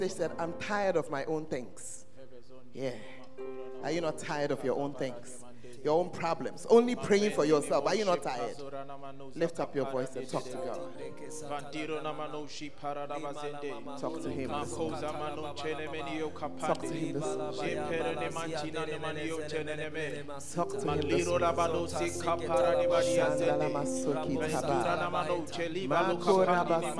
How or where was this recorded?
large echoing room